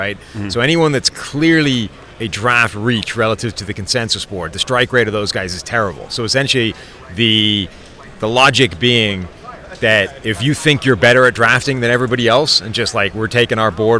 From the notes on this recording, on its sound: live from the 2023 NFL Combine